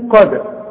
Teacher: الدالة اهي بنقلقلها علشان الشرط بتاعها السكون